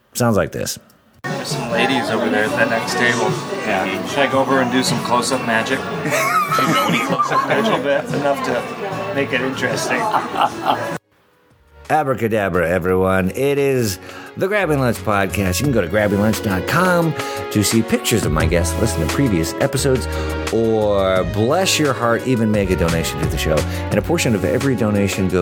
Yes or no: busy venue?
yes